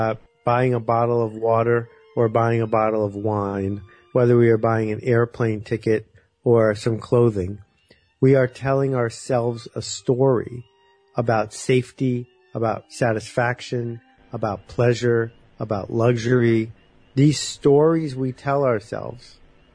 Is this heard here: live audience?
no